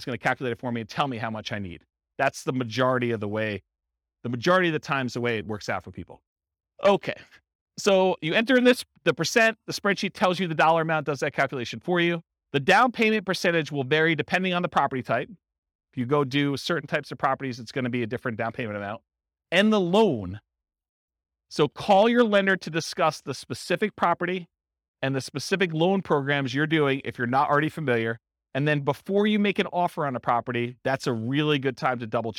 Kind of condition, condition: setting, live audience